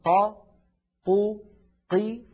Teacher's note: لاحظوا أني استخدمت حرف القاف، والقاف من حروف أجد قطن بكت، يعني حرف شديد، يعني ينحبس الصوت عند النطق به، فزمن طا قو قي واحد.